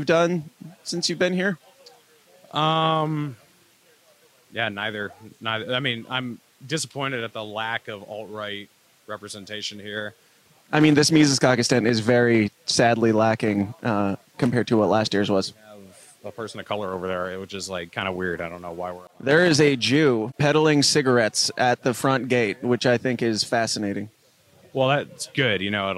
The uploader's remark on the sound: wanders around PorcFest 2022, shoving a microphone in people's faces to get their thoughts